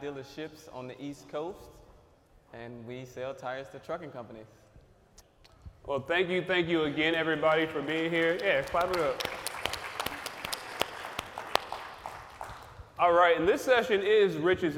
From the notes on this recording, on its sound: Live on location in Houston, TX at second annual Truck N' Hustle FreightFest. Audio/Video Captured at the Event by Encore.